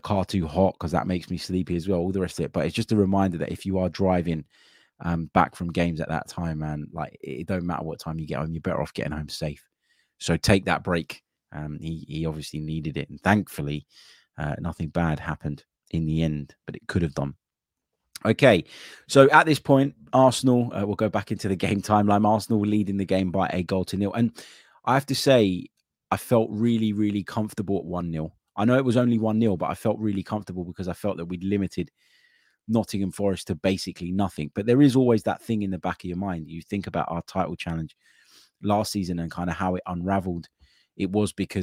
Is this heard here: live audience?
no